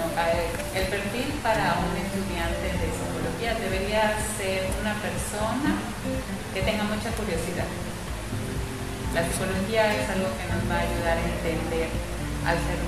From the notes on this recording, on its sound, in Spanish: Como es mi primer podcast tengo presente que quizás no es la mejor calidad en audio sumado a las condiciones actuales del distancia y mascarilla.